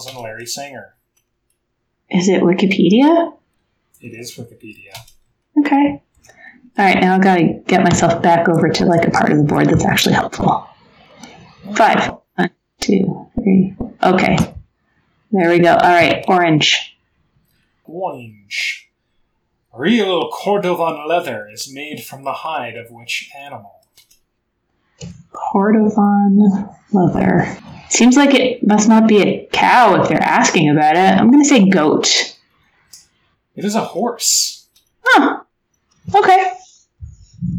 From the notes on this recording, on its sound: The audio quality is lower than normal